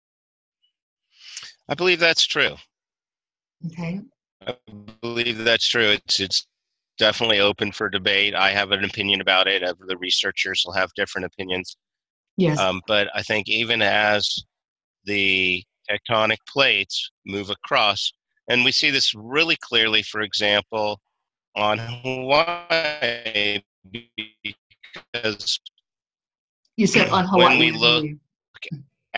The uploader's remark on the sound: Unfortunately, some Skype audio quality issues.